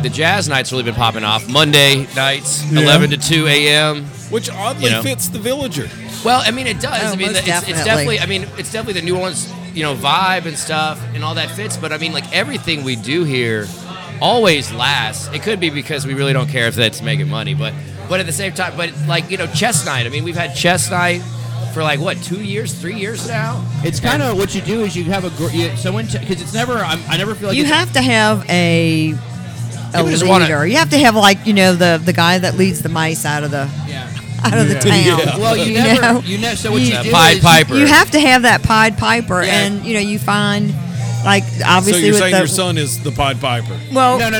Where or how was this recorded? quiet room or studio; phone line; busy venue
busy venue